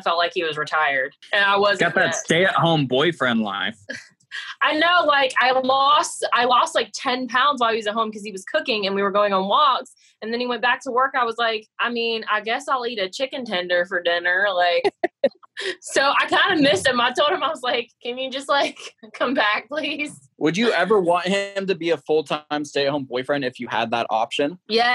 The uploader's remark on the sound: Hopefully, this will be our last ZOOM edition of Inside Froggy 92.